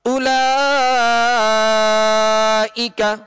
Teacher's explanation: اب اولا لام کے اوپر کھڑا زبر ہے، یہ کھڑا زبر الف مدہ کے قائم مقام ہے، اور اس الف مدہ کے بعد حمزہ اسی کلمہ میں ہے، لہذا مد متصل ہوگا اور اس کو ہم کھینچ کر پڑھیں گے